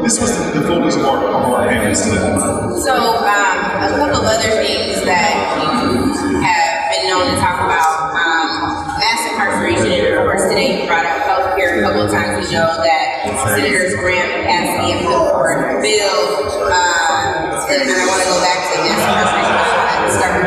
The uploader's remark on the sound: first ever live podcast